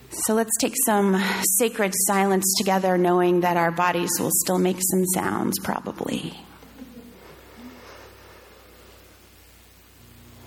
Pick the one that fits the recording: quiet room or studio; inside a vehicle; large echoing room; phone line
large echoing room